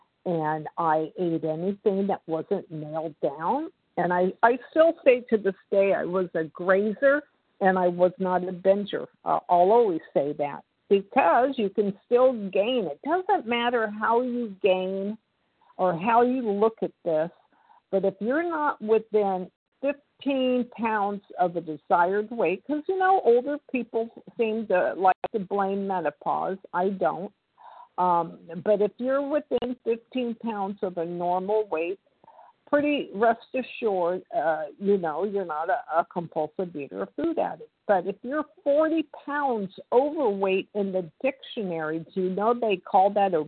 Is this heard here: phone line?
yes